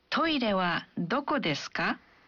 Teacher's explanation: mengucapkan kalimatnya dengan intonasi yang menanjak